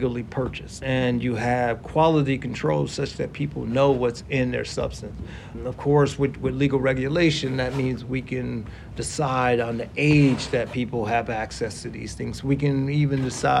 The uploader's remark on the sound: Recorded on-site at the convention. At the 2023 APS Annual Convention.